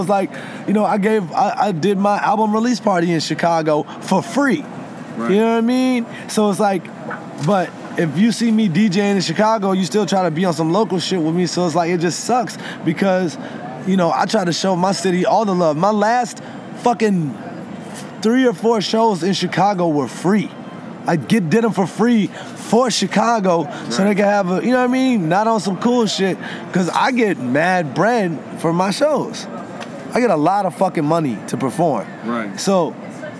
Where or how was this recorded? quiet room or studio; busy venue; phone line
busy venue